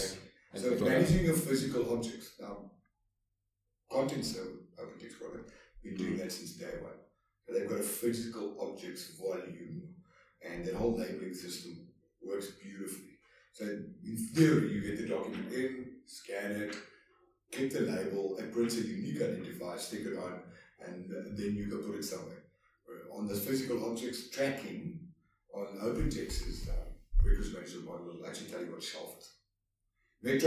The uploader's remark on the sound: New kit means working on the Interview quality. Apologies for the sound.